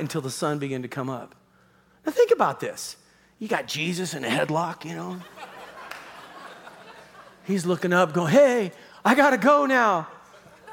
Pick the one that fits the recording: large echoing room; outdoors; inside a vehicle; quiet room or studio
large echoing room